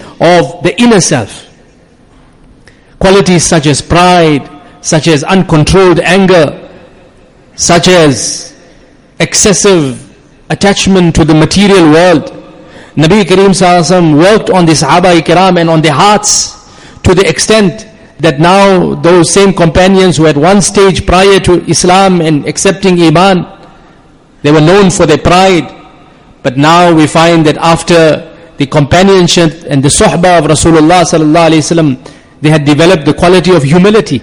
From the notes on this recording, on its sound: Jumuah lecture